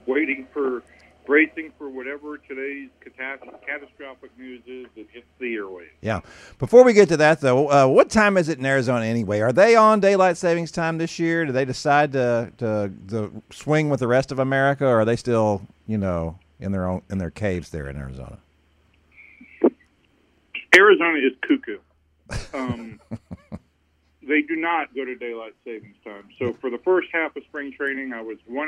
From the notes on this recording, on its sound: calls in from Texas' spring training in Surprise, Ariz.